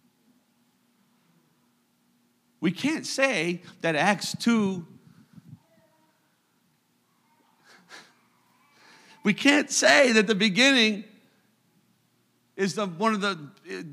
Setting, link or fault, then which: setting, large echoing room